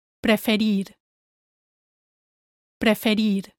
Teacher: Make sure you flap your tongue against the front of your palate to produce the three R's in the word.